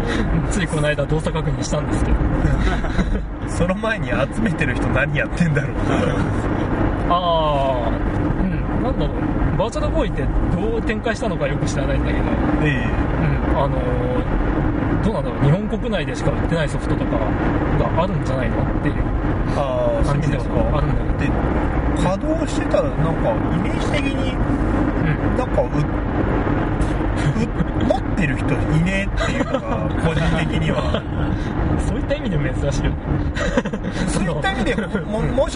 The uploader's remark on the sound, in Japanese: 車中での録音のためノイズが入っています。